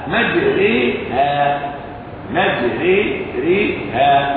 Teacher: مجريها، أقرأ هذه الكلمة مجراها مفتوح، لكنها ما كسرت إلا لإمالتها، فعندما أميلت الكلمة كسرت الراء فرققت